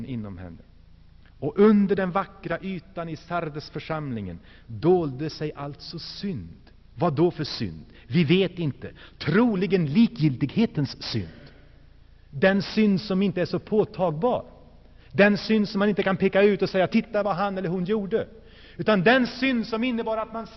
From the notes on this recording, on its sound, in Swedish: Inspelad i Saronkyrkan, G&#246;teborg 1984-11-18.